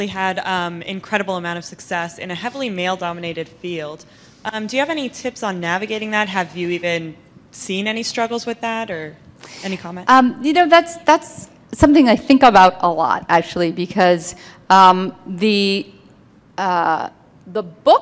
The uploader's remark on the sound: remarks were delivered during the Clare Boothe Luce Policy Institute's Midwest Women's Summit in April 2015 in Minnesota.